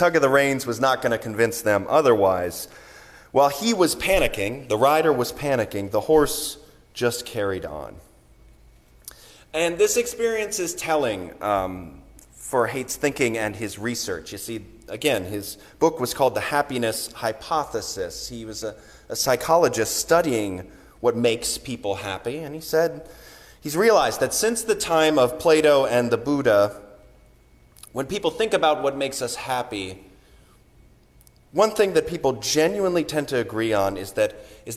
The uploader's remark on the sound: Sermon recorded on the Third Sunday of Advent